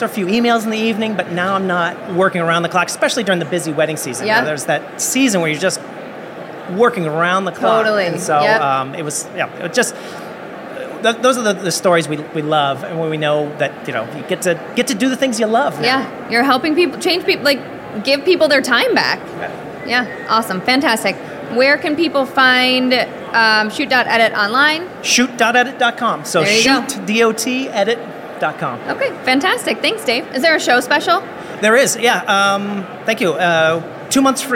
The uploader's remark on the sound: Live From WPPI 2023! Hosted a series of LIVE podcasts on the WPPI stage.